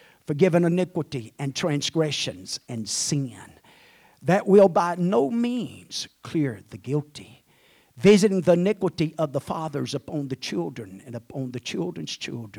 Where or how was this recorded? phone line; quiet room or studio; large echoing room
large echoing room